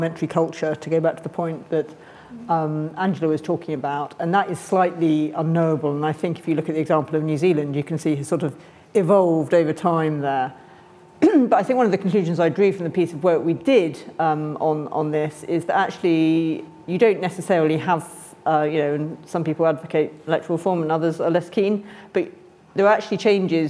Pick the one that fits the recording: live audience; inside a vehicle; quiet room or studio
live audience